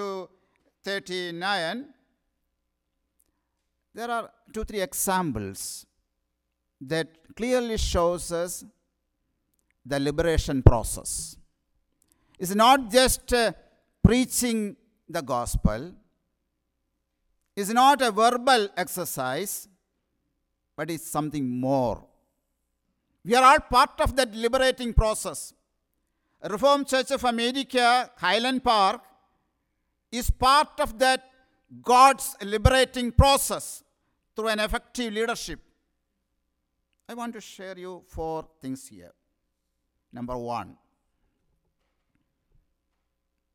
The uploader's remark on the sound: Sermon preached at RCHP